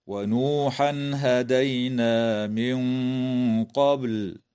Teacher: الساكنة عند القاف مع الغنة مفخمة في قوله تعالى من قبل مع قلقلة الباء في كلمة قبل · إظهار للتنوين عند الهاء في قوله تعالى ونوحا هدينا